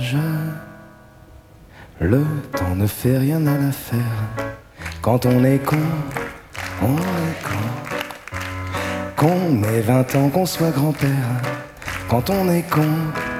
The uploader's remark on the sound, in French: Lors du Festival Quand Je Pense à Fernande à Sète fichier brut. Théatre de la Mer, Sète ,Fr.